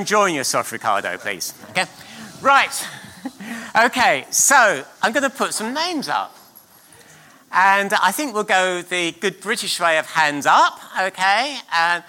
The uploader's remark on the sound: at King's Church, Cockermouth